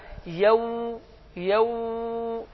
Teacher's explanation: dodağı qönçə formasını düzətməklə, etməklə, yev, heç bir diş burada rol oynamır · Term: vav hərfi